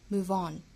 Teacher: move 跟 on 连读呢我们注意读出一个 von 这样的音